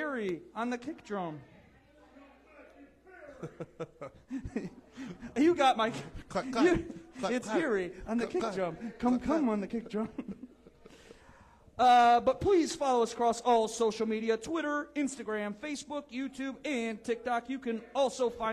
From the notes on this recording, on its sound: Halloween Party LIVE from Garage Bar!